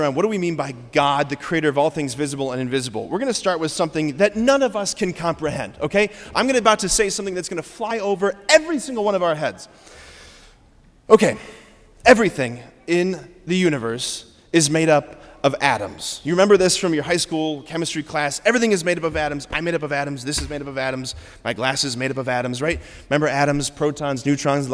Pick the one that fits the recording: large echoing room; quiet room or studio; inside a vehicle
large echoing room